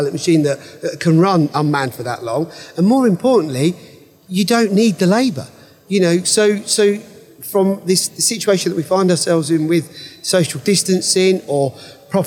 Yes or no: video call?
no